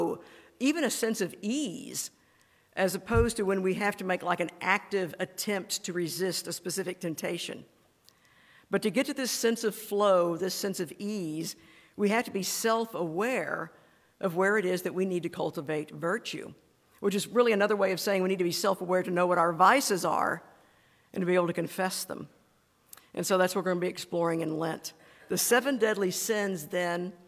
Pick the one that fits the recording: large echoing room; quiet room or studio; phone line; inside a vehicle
large echoing room